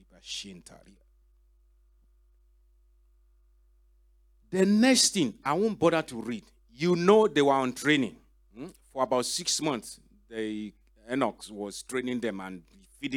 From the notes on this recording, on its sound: This teaching was extracted from our Live Church Service in Townsville on 11/02/2024